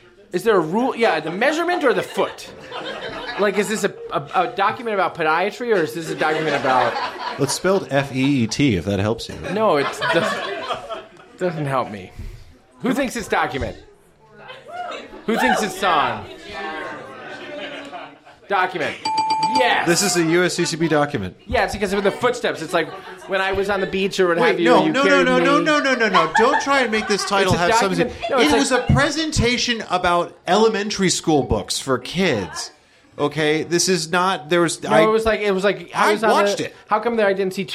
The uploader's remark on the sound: Baltimore Dive Bar Live Show Extravaganza. In this very special live taping of The Pillar Podcast.